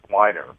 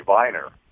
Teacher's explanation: It's really viner because, the W is pronounced as a V. · Shown in: second take